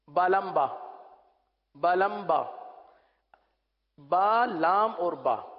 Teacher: اب میم جہاں سے ادا ہوتا ہے اس سے تھوڑا سا قریب ہی با ادا ہوتا ہے